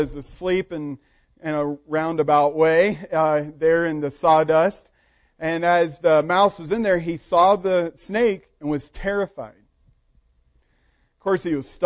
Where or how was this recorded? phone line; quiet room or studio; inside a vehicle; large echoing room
large echoing room